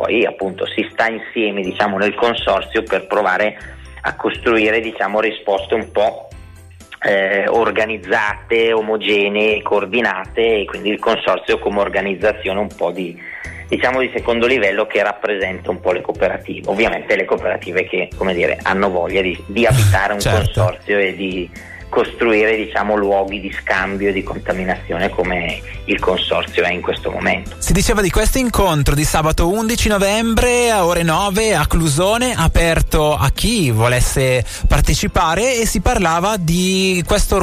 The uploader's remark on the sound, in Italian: Al telefono